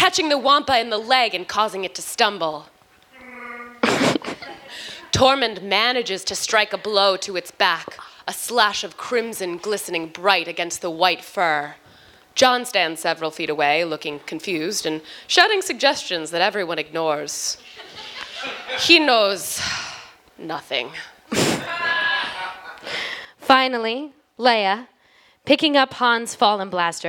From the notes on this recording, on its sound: Live at the Respect Women's Podcast Festival in Philadelphia at Amalgam Comics!